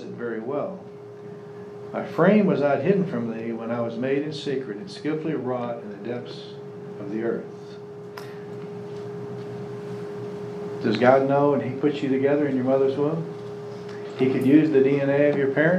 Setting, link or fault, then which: setting, live audience